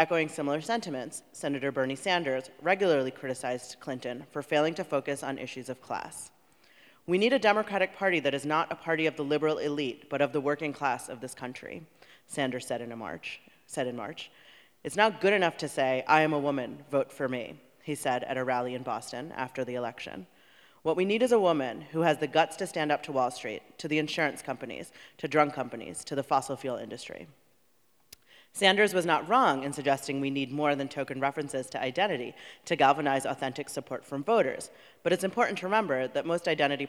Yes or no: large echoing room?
yes